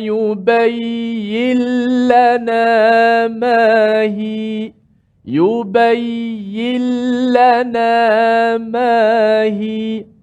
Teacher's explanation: nun itu dimasukkan ke dalam huruf lam secara total je · Term: tanpa dengung